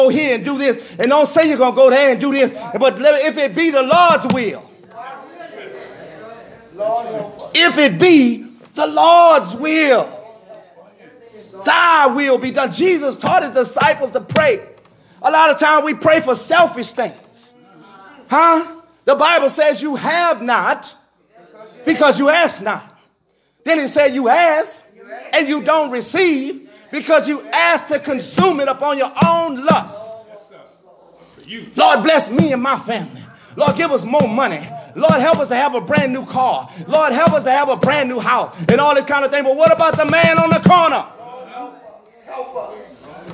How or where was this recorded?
large echoing room